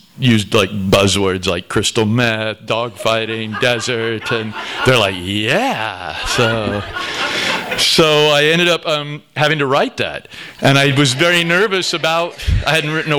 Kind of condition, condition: setting, live audience